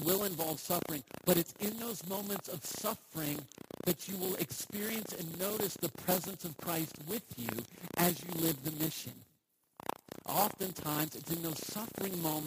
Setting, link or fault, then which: fault, poor sound quality